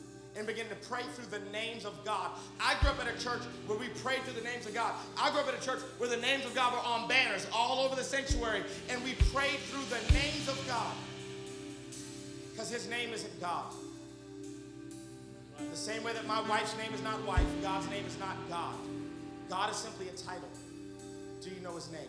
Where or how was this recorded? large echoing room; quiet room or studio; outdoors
large echoing room